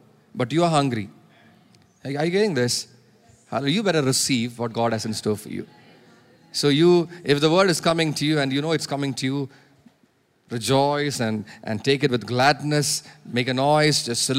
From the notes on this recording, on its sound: preached at Sunday Service on 8 October 2023 at Revelation Church